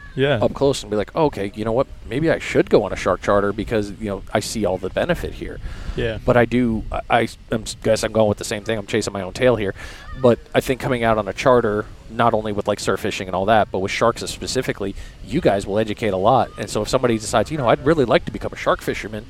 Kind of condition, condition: setting, outdoors